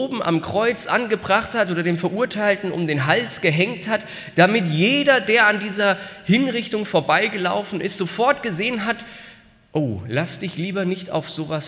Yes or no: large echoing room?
yes